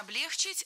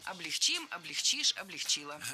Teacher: В глаголе «облегчить» и во всех его формах ударение ставим всегда за корнем, а корень оставляем безударным. · Shown in: second take